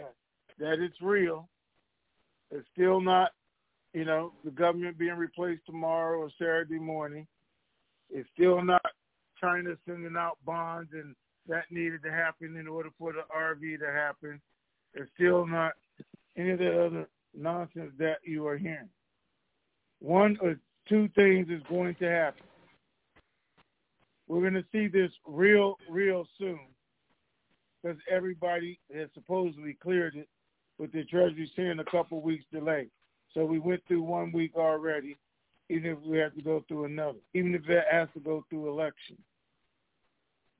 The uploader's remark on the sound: TNTSuperfantastic Conference Call